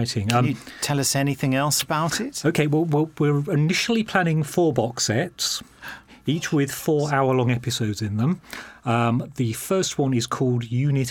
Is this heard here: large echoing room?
no